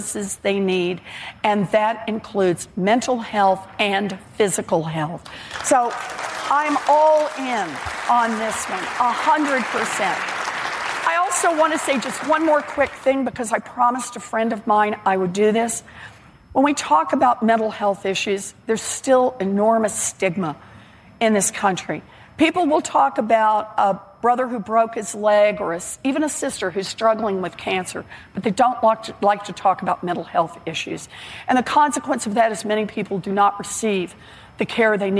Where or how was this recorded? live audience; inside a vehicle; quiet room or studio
live audience